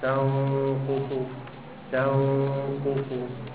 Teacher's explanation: فانت بتروح بقى بالحرف المخفى ناحيه القاف والقاف حرف مستعلي فبيبقى في ايه؟ تفخيم للغنى نفسها